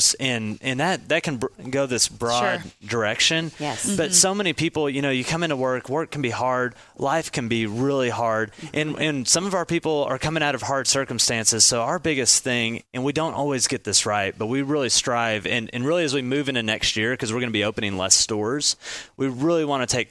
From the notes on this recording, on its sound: DAY II from our time in Arkansas at the world-changing Workmatters Conference. Had the opportunity to talk with a couple of speakers who were LIVE at the event.